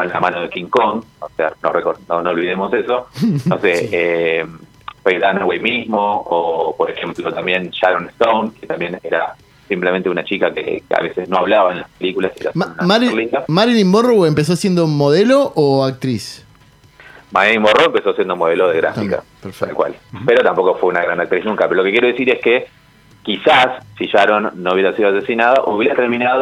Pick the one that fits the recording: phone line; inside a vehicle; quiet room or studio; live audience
phone line